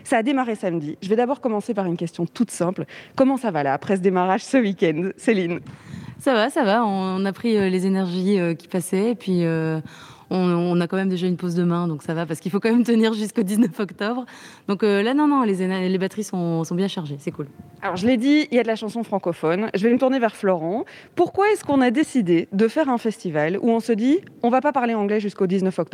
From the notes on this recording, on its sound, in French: Bruxelles vit ! – Depuis le festival Francofaune.